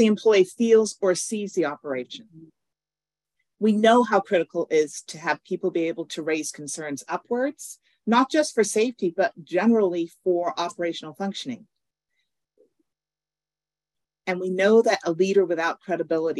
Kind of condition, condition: link, video call